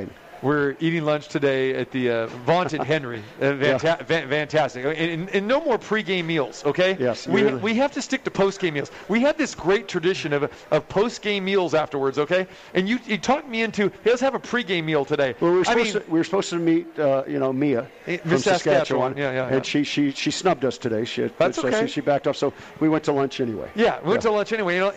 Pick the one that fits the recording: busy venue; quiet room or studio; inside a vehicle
busy venue